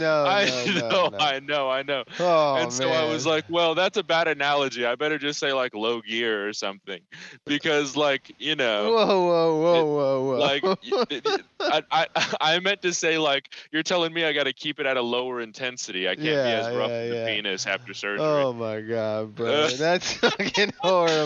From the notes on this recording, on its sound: Work Phone Call Episode. Record a podcast over discord.